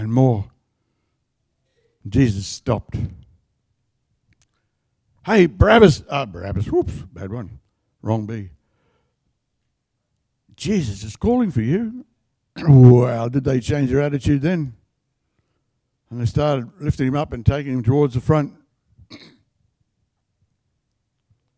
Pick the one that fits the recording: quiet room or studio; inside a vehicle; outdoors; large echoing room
large echoing room